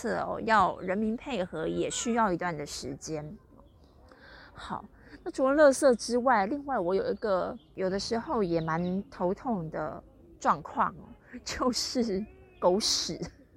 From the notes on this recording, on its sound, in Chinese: 羅馬終於有出現一個整天的晴朗了！臨時起意來到附近的大公園試試看錄音效果，聽起來不會是室內那樣乾淨的錄音效果，但絕對自然哈哈。其實已經努力修掉一些可能不舒服的聲音了。